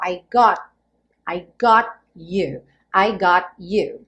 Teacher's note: Lembrando que as letrinhas em vermelho são as consoantes oclusivas, ou seja, cortam o som. Então, o T viria cortando o som do O